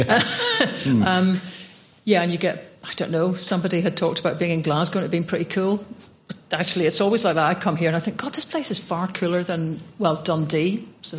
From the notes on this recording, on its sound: Live at Imagine Belfast Festival-Podcast Special. We were invited over to record an episode of the podcast in front of both a live audience in the Accidental Theatre and on-line. An audience we wanted to join in.